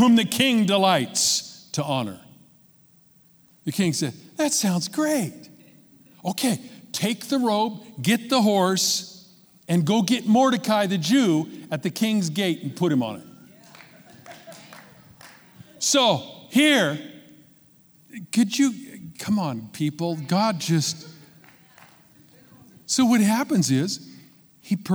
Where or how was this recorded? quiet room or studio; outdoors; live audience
live audience